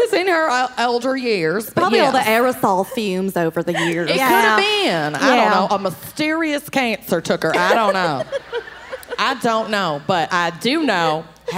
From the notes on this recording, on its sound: Dallas LIVE! Live from Dallas.